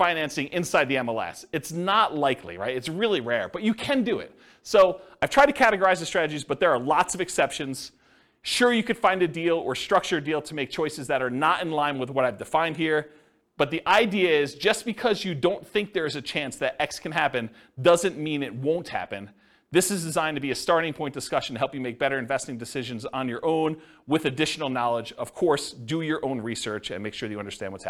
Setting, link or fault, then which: setting, live audience